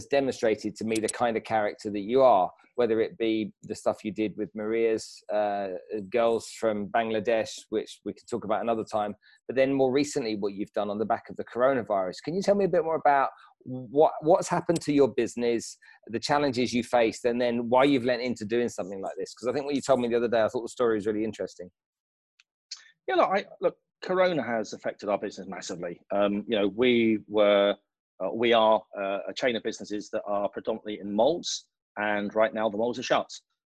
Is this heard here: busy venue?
no